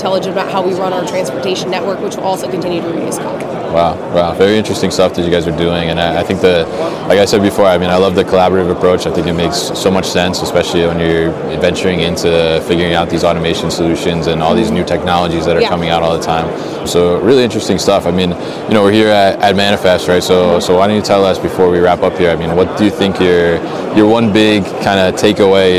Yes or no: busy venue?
yes